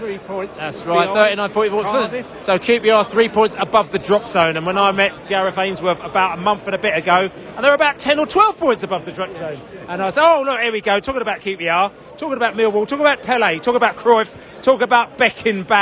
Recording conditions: busy venue